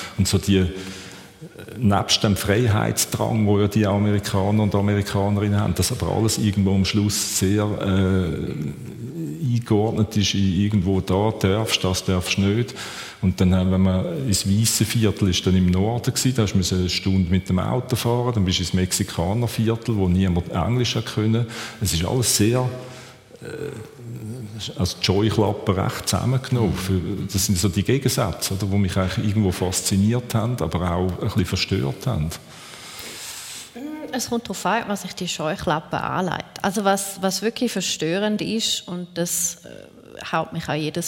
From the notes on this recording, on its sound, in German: Juni 2023 live aus dem Casinotheater Winterthur.